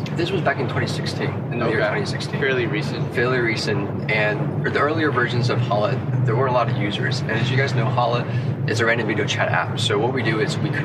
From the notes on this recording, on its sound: This was recorded outdoors!!